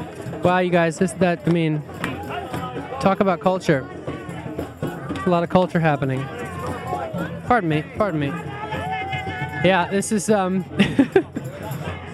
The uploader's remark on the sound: Live at Stonehenge. Recorded with my mobile podcasting setup directly from STONEHENGE!